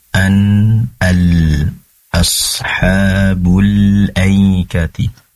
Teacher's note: pastikan lamnya ujung lidah nempel ke langit-langit, durasinya lebih lama agar keluar sifat inhirafnya, kecenderungan lam pada huruf nun.